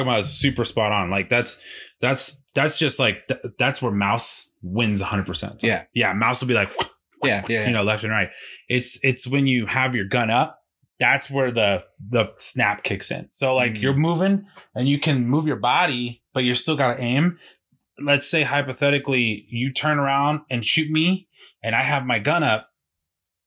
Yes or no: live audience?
no